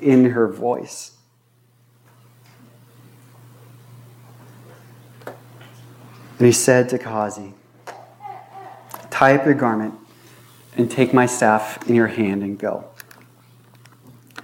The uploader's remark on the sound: This was recorded on August 14, 2022 at Bethel Church in Ridgefield, Wa.